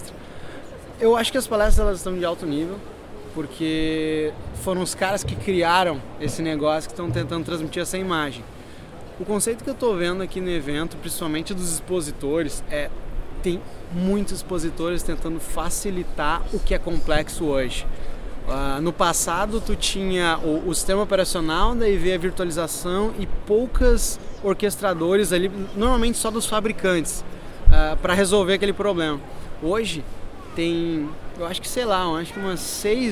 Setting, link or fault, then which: setting, busy venue